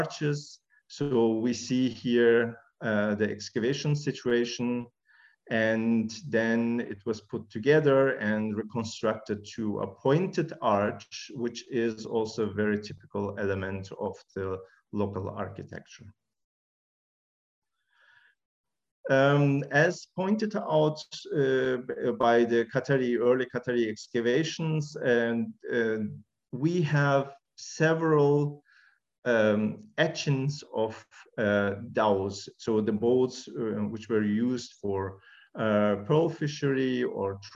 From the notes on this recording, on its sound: This public talk was conducted online via Zoom on Friday, 21 January 2022, from 2.00 pm to 3.00 pm (SGT).